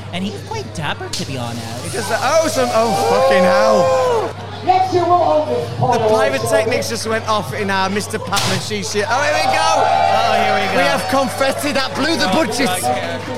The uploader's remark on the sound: We finally made it to our very first LIVE broadcast and what better place to do it than from the Prowler European Porn Awards 2019 at Fire in London. Were there on the Red Carpet interviewing the biggest names in the Porn Industry then again Stage side where the action was for Awards.